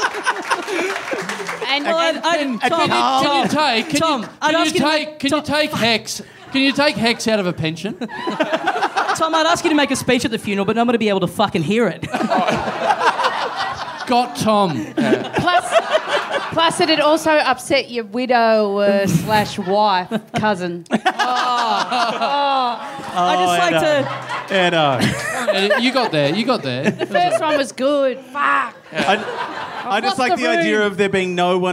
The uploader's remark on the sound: Recorded LIVE at Heya Bar in Brisbane on Sunday, March 20 2016.